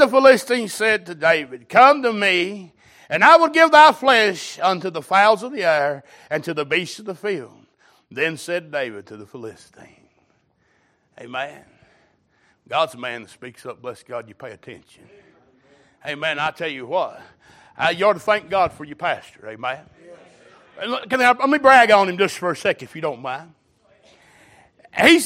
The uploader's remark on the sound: Watchnight Service.